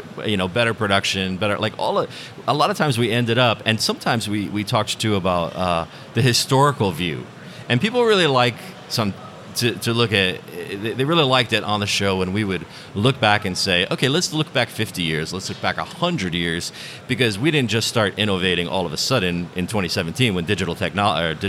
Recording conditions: busy venue